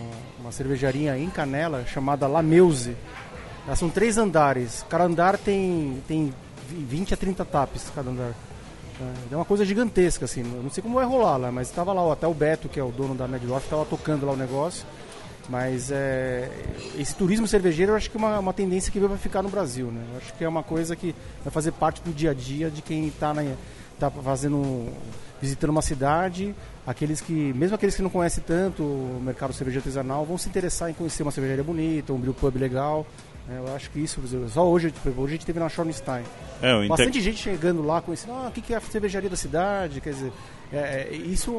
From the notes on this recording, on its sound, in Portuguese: participou do Festival Brasileiro da Cerveja de 2020, encontrou alguns patronos, e aproveitou pra gravar um episódio especial pro Beercast